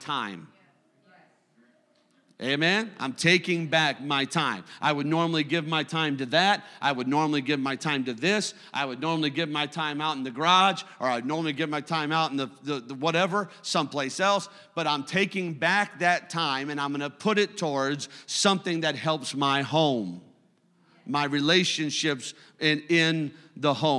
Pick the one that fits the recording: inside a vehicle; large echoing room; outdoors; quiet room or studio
large echoing room